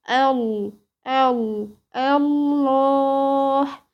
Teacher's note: لفظ الجلالة طبعا هنا هيكون قبلها همزة وصل مفتوحة، فاللفظ هنا هيبقى مغلظ · Term: التغليظ